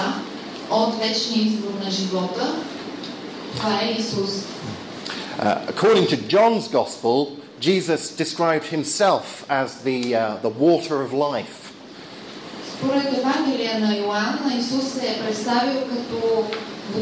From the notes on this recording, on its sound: Lecture at the Regional Archaeological Museum, Plovdiv, Bulgaria